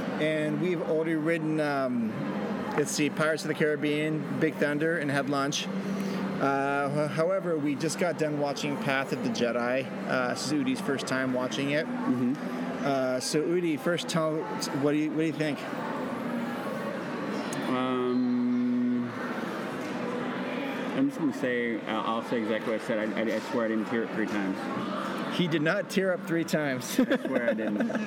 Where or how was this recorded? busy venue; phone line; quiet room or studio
busy venue